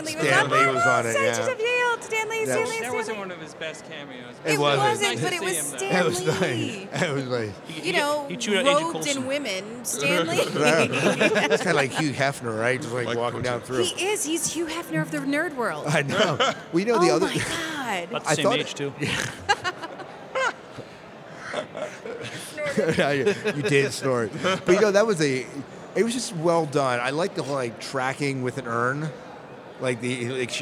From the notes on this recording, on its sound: Live from Farpoint